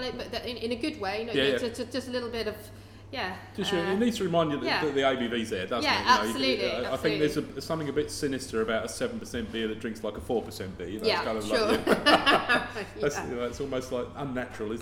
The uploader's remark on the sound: the Goat Tap was opened above the shop, which is where we are recording from today